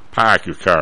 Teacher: if you're from Boston, there's no R. Pack your car, there's no R sound.